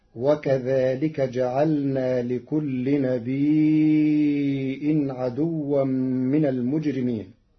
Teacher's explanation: قرأ ورش كلمة نبي بهمز بعد الياء الساكنة فيمدها مدا متصلا لأنها أصبحت مدا متصلا مشبعا على الأصل فتصير هكذا: وكذلك جعلنا لكل نبي عدوا من المجرمين.